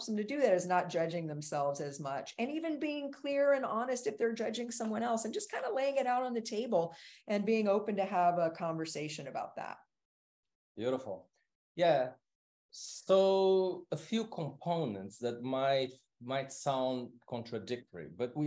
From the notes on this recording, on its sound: This episode is a sample recording from a LIVE webinar that is exclusively for CP Online members.